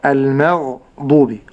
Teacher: وأنتبه أن الغين ساكنة وأنها مشتركة في المخرج مع الخاء، فبعض التالين لكتاب الله يجعل الغين خاء.